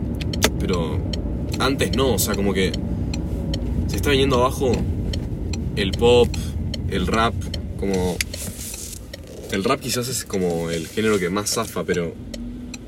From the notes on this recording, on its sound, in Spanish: Hablando en el auto. Entre bocinas, balizas y una mala calidad de audio grabo un podcast en el auto.